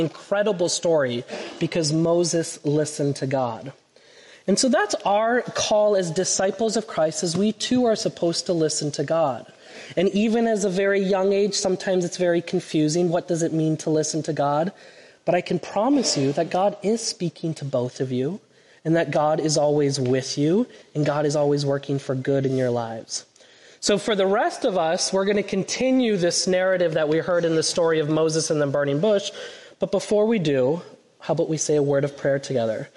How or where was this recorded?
large echoing room